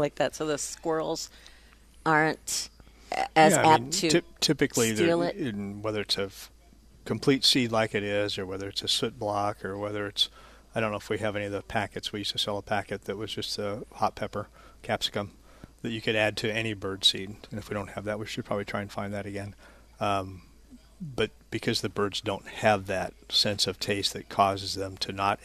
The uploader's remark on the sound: Live at Prairie Gardens 3-5-22. Plant Experts Live at Prairie Gardens.